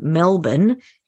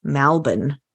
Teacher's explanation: We currently have a vowel shift occurring in Australia between e and a. So instead of saying Melbourne, many people are now saying Malbon.